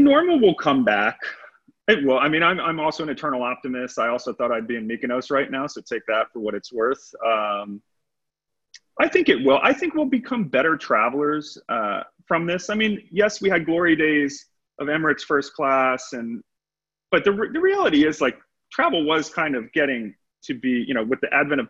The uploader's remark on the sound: At the Travel Loyalty Online Summit on July 16, 2020, Skift Aviation Business Editor Zoomed